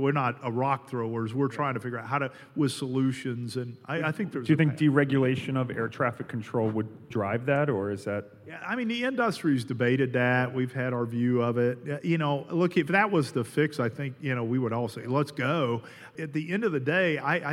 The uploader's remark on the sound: As part of an exclusive TPG Reader Event at the Delta Flight Museum, Talking Points went live in front of an audience of more than 200 people.